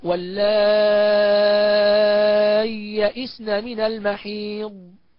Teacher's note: والإضغام إضغام محض الياء في الياء